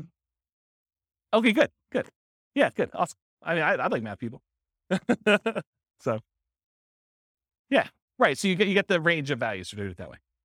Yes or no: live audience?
yes